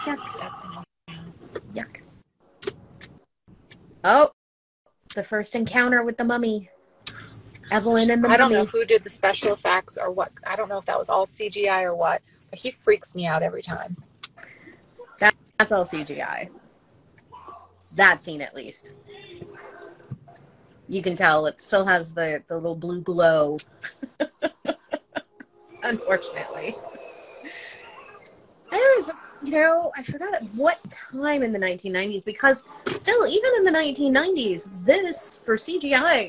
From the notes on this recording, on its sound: Live Watch Party. Although this episode suffered from the curse of the Mummy and hit some hidden booby traps, we at least hope you enjoy the few minutes that we were able to raise from the dead in our second "live" episode.